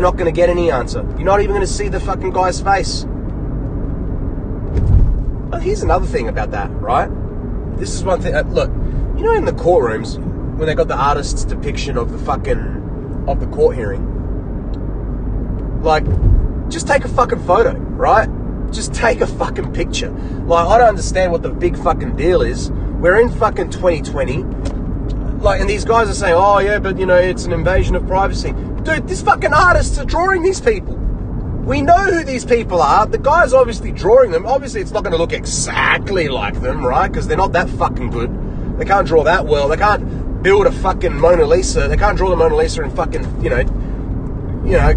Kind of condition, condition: setting, inside a vehicle